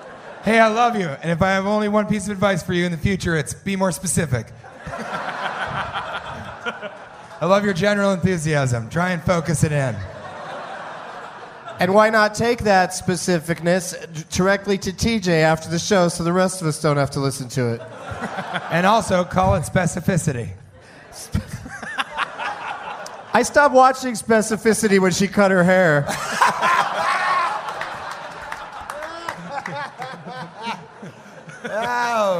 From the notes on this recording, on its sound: Recorded at Parlor Live Comedy Club in Bellevue, Washington on April 3rd, 2011.